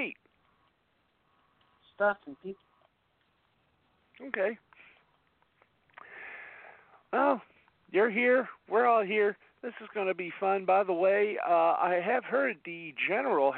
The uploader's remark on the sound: along with live calls and guests